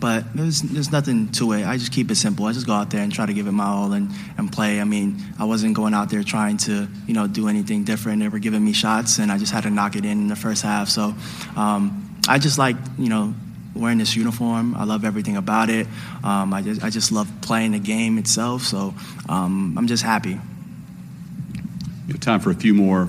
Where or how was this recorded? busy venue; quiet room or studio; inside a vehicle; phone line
busy venue